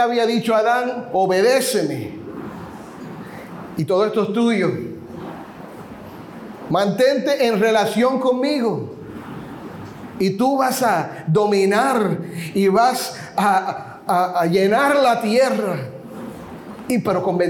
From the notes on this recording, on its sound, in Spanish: Compartimos el audio de una reciente conferencia de pastores